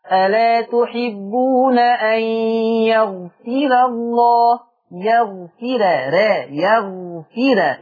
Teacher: انتبهوا الى ترقيق الراء خاصة انها متجاورة مع لفظ الجلالة